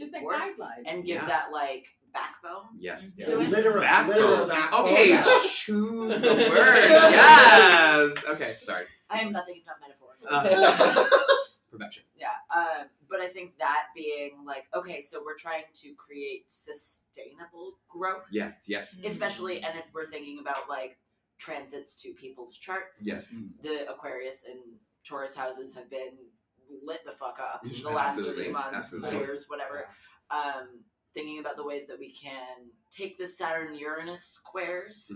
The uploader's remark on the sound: Coming at you LIVE from NORWAC